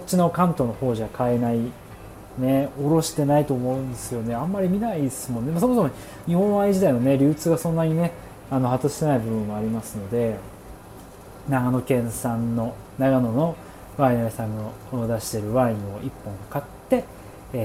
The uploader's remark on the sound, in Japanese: うどん煮込み中。おっきりこみを作りながら収録してます。